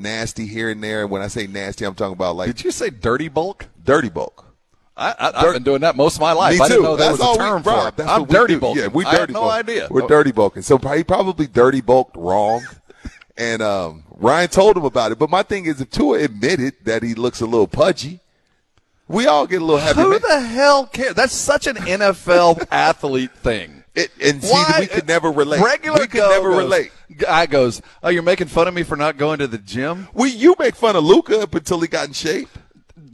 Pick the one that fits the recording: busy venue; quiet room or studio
busy venue